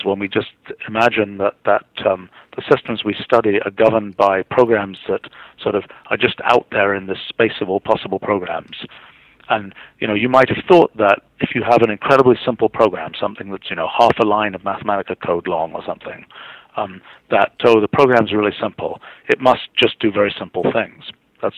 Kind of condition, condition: link, phone line